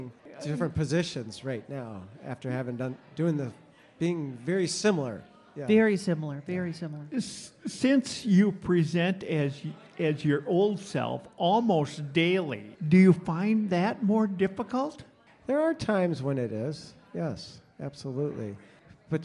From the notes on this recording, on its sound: This podcast was recorded before a live audience at the PRIDEducation event, sponsored by Rainbow Alliance Advocacy in Appleton, WI.